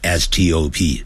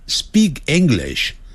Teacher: 在 s 那个音后头有 t 有 p 有 k，这个时候呢全都念成呢 d b g 的音